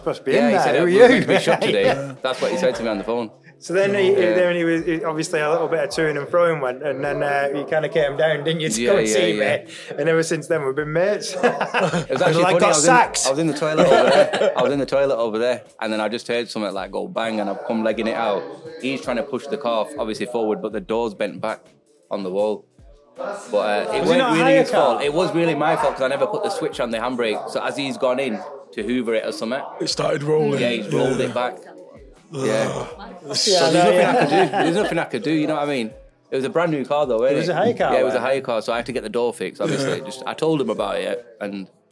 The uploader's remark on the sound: Take the Mic at Midnight Lancs Car Meet!